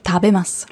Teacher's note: Das heißt zwar tabemasu, aber das U wird ja nicht ausgesprochen, das verschluckt.